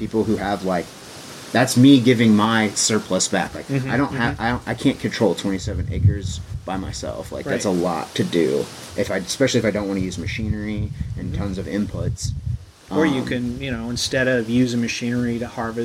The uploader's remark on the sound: there is some wind noise in this episode